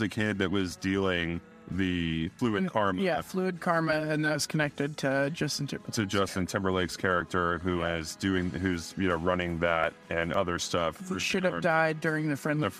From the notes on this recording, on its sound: At the SUKI’s open mic which takes places Tuesdays at 8!